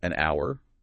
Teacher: So we would say an hour, because that H is silent.